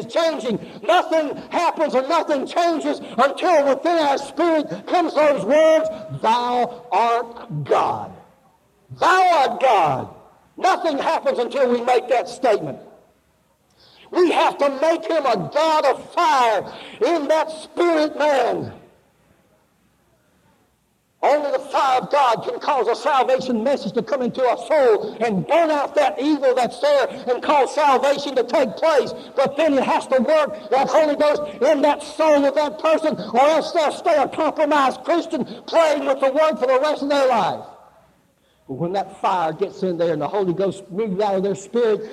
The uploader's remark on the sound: Live Service